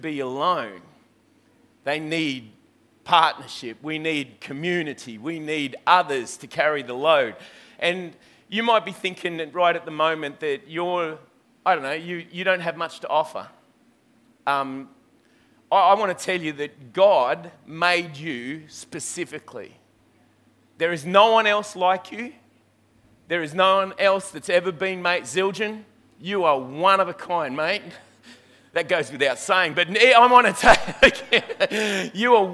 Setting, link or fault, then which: setting, live audience